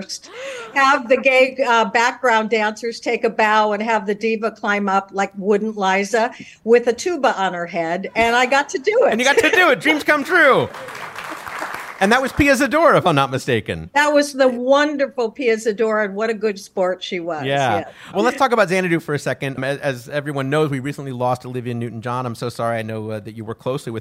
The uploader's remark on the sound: Brand new live-audience episode of Go Fact Yourself. This episode was produced in conjunction with KPCC and recorded live at the Crawford Family Forum in Pasadena.